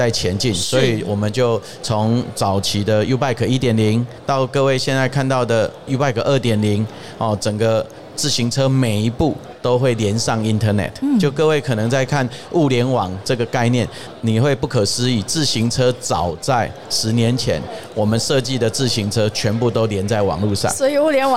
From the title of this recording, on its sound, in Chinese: 2022 Taipei Cycle台北國際自行車展-Live Podcast